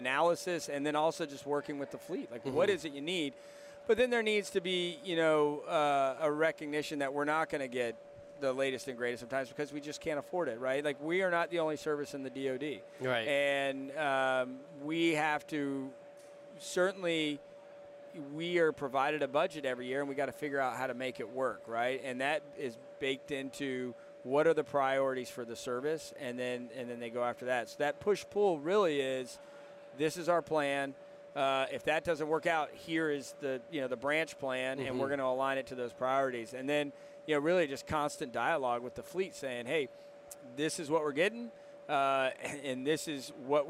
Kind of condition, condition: setting, busy venue